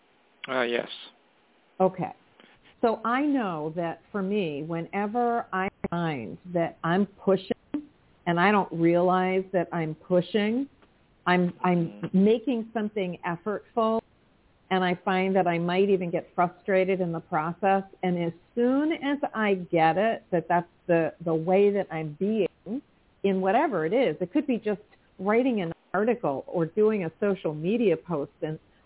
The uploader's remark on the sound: in response to callers' questions